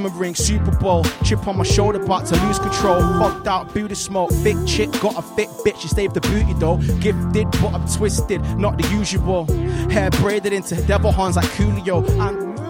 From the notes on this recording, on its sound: Live from the arcade. Plenty of guest performances.